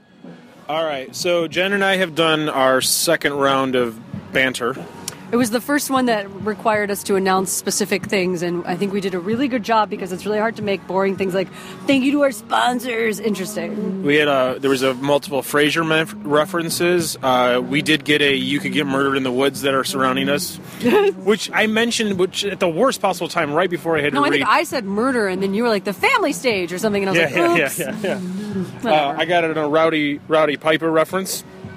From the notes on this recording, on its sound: Backstage at the Kingman Island Bluegrass and Folk Festival. It was a lot of fun so we podcasted backstage between sets.